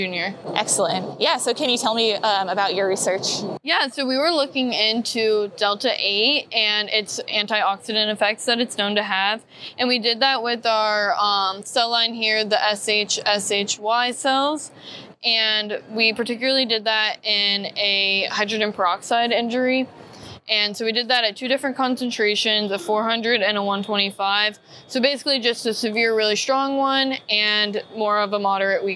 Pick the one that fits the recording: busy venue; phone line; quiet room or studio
busy venue